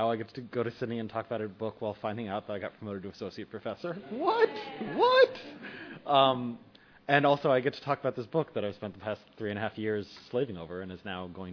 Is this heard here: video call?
no